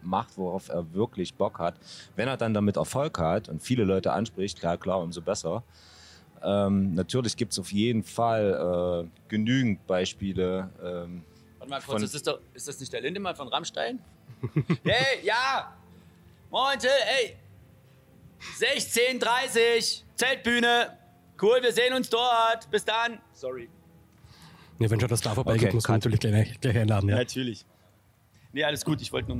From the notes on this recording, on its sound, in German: Unserem Interview mit den beiden am diesjährigen Maifeld Derby Festival. Maifeld Derby Festival 2022. Unter der wunderbaren Atmosphäre der Reitertribühne nahmen sich die beiden Zeit.